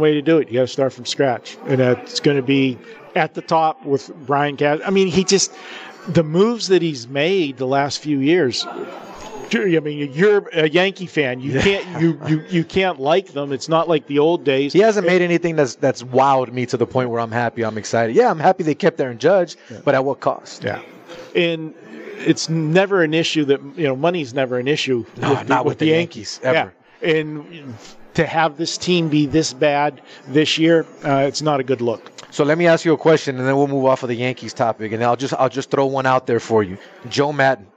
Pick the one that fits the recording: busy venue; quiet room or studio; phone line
busy venue